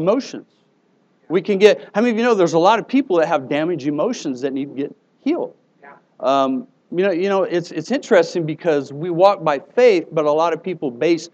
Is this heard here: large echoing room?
yes